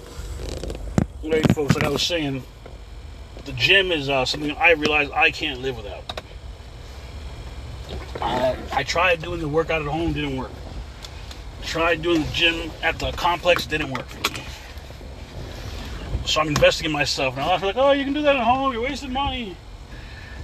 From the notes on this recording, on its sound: In this CarCast